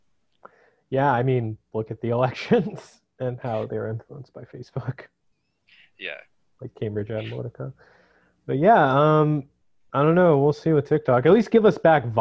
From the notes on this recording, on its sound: We're connecting over Zoom, so please bear that in mind.